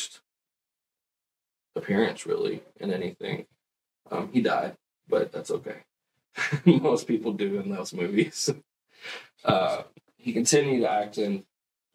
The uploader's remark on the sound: Sorry for the audio issues! Still dialing in settings.